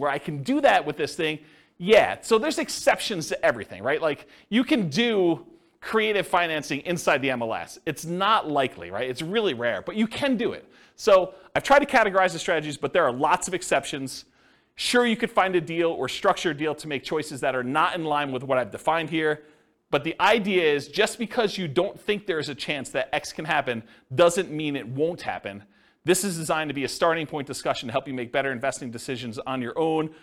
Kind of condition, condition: setting, live audience